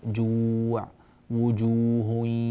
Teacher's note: هذه الواوات اجعلها خالصة كاملة، لا تقول جو جو وجو، هذا صوت الواو ممزوج مع صوت الياء